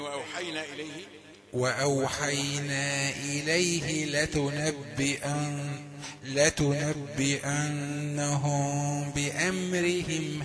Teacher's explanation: لتنبئنهم بأمرهم الحكم هنا إيه؟ ميم ساكنة وبعدها باء الحكم إيه؟ هو الإخفاء نخفي هذه النون ساكنة لا نضغط عليها بالشفتين